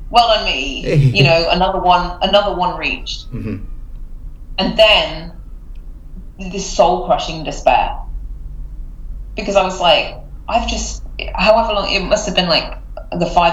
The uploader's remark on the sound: I apologise for the fact the sound quality isn’t at the usual quality with it being a remote interview